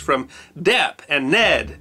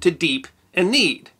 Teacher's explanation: words spelled with E-E had already shifted pronunciation from the A sound of Middle English to the long E sound we use in Modern English, from dep and ned to deep and need.